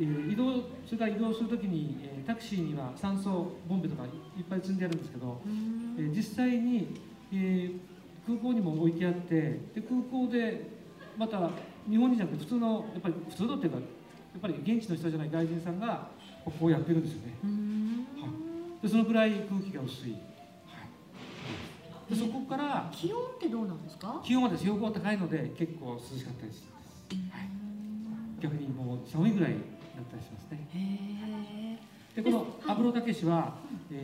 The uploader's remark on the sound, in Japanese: あだち珈琲の20周年を記念して大川店に出張収録！